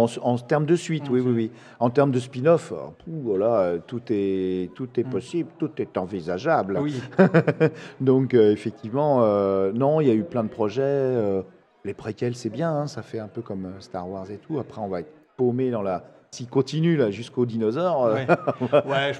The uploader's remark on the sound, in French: Cet épisode a été enregistré dans les conditions du live pendant le festival du podcast, Podrennes. Cela s’entend dans les bruits de fond du podcast, mais cela ne le rend que plus vivant.